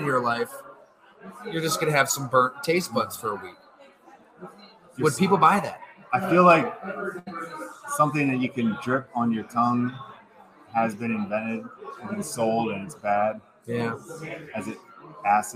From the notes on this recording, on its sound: We come at you live from Fattey Beer in the village of Hamburg, NY, with some jazz music in the background.